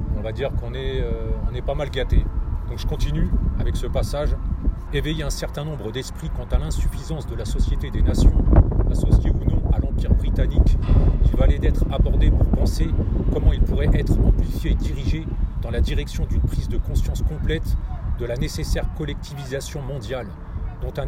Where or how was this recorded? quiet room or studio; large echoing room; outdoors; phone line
outdoors